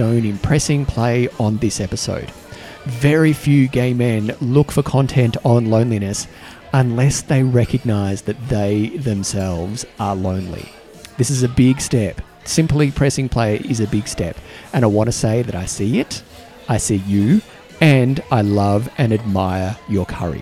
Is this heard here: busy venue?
yes